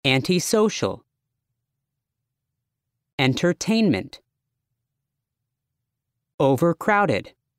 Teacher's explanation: Stress on third syllable.